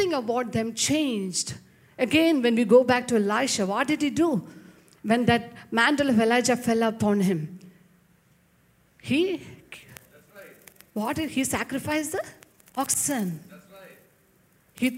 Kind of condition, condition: setting, large echoing room